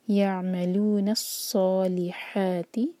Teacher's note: ح لائٹ، اس کو موٹا نہیں پڑھنا، ہا نہیں کہنا اس کو، ح ہے یہ. یہ بھی دو حرکہ ہے، مد طبعی، فتح کے ساتھ الف ہے چھوٹی سی.